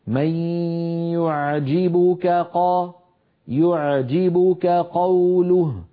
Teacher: ونحن نعلم بأن الكاف والقاف متجاورين في المخارج، فعلينا أن ننتبه ونخلص صوت أحدهما من الآخر. هكذا من يعجبك قا، يعجبك قوله، حتى ما تخرج معنا يعجبك قوله مثلا بكافين أو بقافين، فلينتبه إلى ذلك.